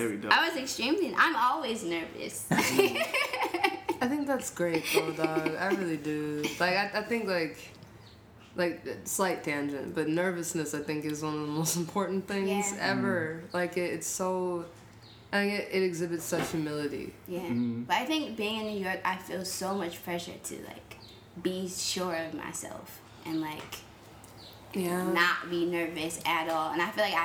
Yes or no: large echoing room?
no